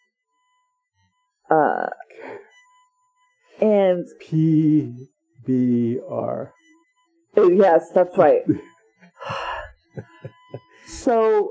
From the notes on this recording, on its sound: Apologies for the sound quality - the recording location was less than ideal.